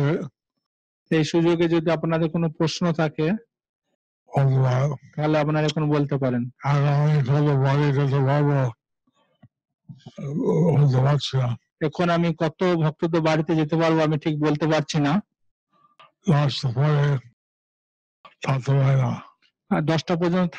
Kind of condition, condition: link, video call